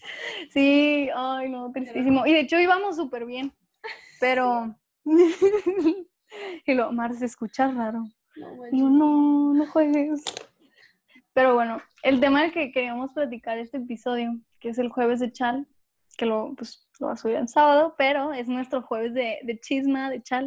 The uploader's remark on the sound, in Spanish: Tuvimos algunas dificultades para grabar.